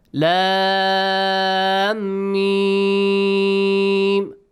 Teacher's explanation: The mad is wajib. You have to stretch for six counts. · Term: Maddul lazim